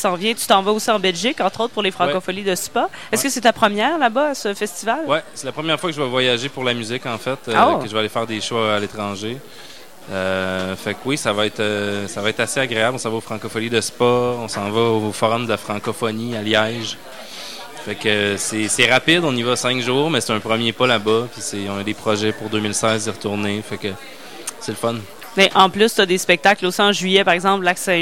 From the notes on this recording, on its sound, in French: Au Festival d'été, sur les ondes de CKRL 89,1 en direct du bar Le Sacrilège.